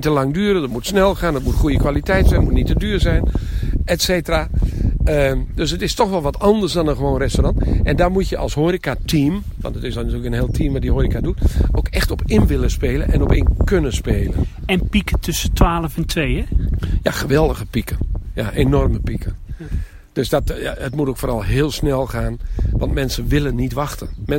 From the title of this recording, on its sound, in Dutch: Wandeling door het Noorder dierenpark